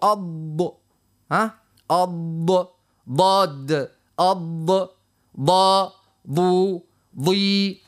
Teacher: واللسان يمشي على جنب يعني على الأضراس يمين ولا يسار ولا الزوز مع بعضهم · Term: الضاد